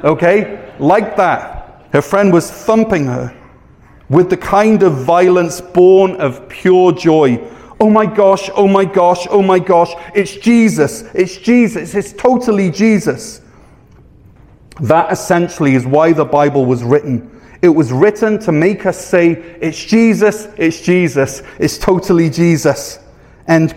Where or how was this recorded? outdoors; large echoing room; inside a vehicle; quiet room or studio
large echoing room